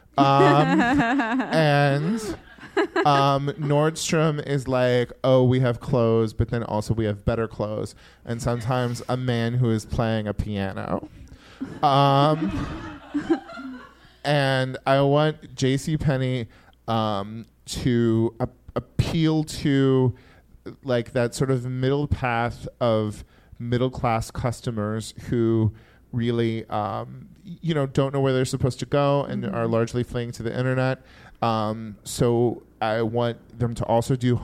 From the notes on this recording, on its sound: LIVE at Lyric Hyperion. Recorded at Lyric Hyperion in Los Angeles.